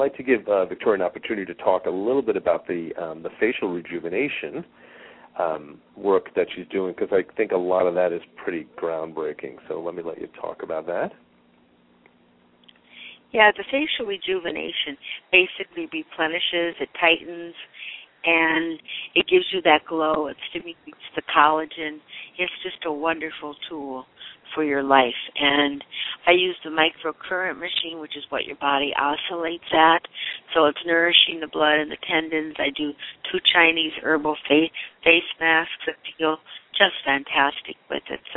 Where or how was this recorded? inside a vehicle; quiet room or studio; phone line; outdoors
phone line